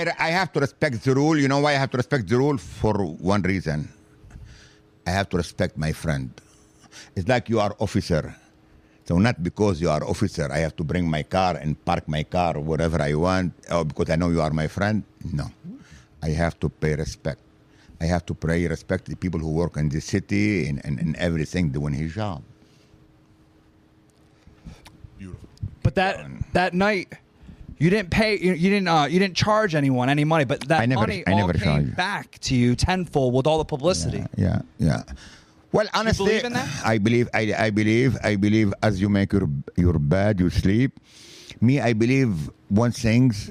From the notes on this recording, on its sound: in South Philly at The Rim Cafe